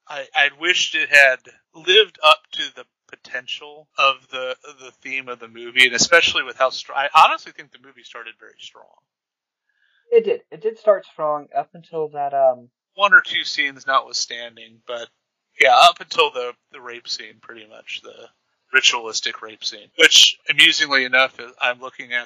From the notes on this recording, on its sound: Being that it is a first episode, please forgive some of the newbie sound problems.